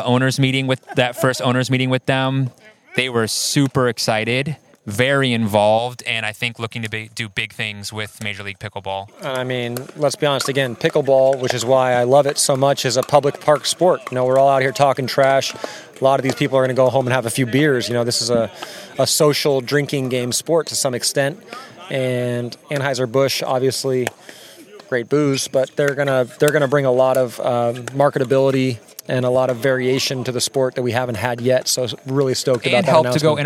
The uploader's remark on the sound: On location at Crescent Lake Park in beautiful St. Petersburg, FL.